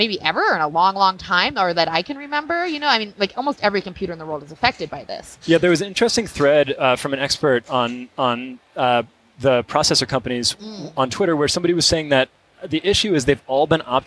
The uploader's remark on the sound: Live from CES